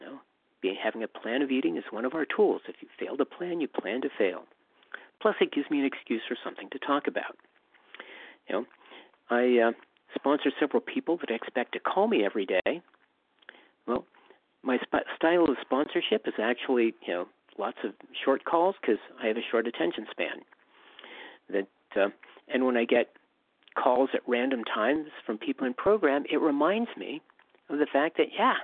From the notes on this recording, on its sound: 100 Pounders Phone Meeting.